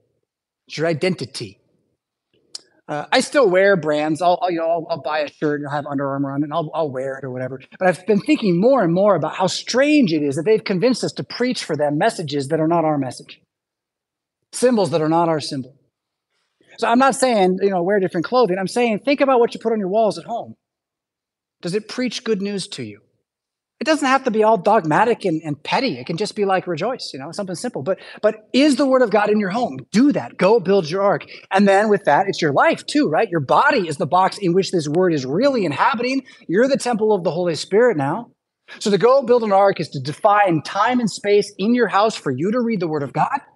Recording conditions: large echoing room